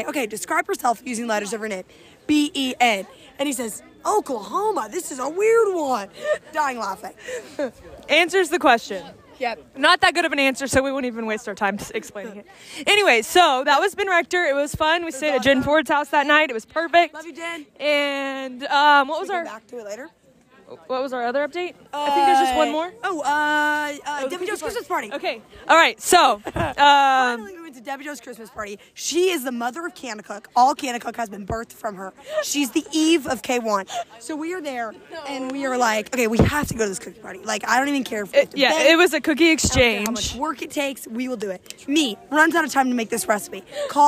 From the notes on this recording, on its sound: All live from Silver Dollar City!